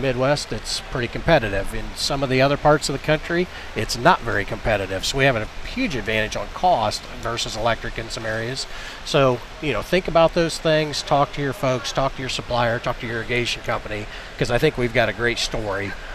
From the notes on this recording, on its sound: reports live from the Syngenta tent at Husker Harvest Days in Grand Island, Nebraska!